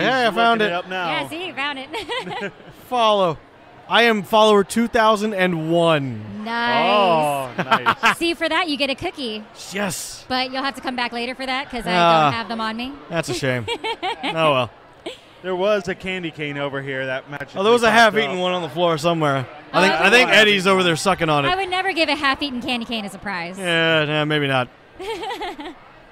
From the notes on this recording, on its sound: Here is the official iNerdia Live Podcast taken from the floors of this years Holiday Matsuri 2017 held in Orlando, FL.